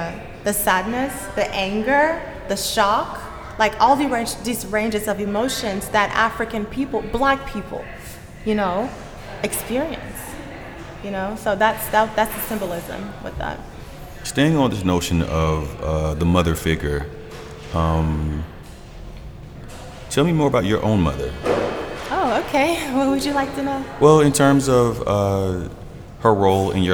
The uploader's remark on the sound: Recorded live at Gallery 72